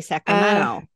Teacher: Like Californians, they don't say the T. · Term: California accent